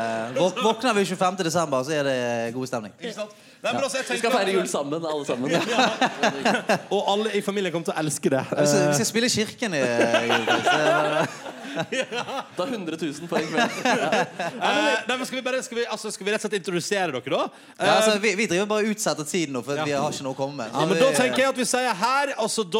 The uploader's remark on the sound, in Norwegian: Sesongavslutning med P3morgens Julefrokost live fra Cafeteateret på Grønland.